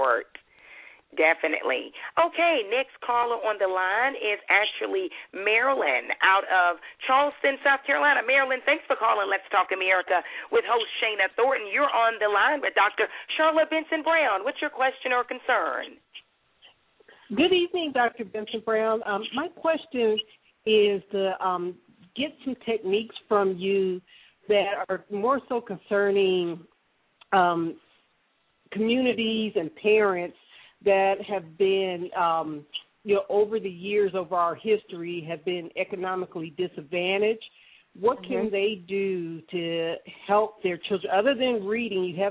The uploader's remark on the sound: will be taking live callers throughout the show